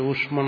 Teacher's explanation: ഊഷ്മാണെന്ന് ദീർഘമില്ല, പ്രത്യേകിച്ച് ശ്രദ്ധിച്ചോണം